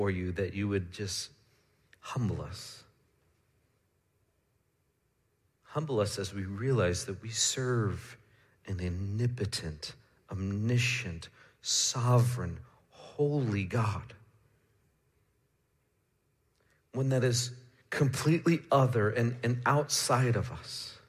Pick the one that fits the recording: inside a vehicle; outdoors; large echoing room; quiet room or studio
large echoing room